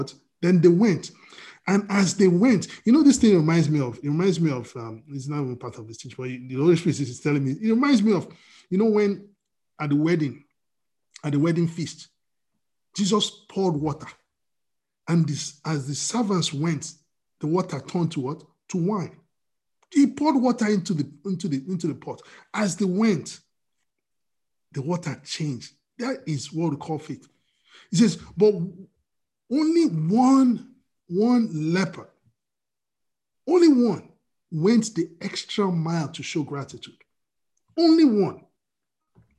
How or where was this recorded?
video call